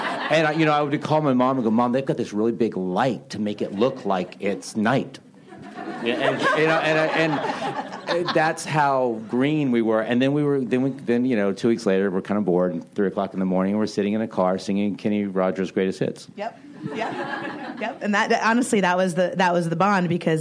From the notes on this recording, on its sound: Recorded at ATX Television Fest in June 2015.